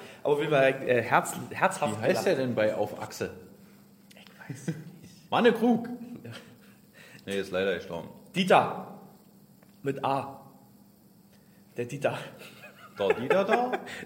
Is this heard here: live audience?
yes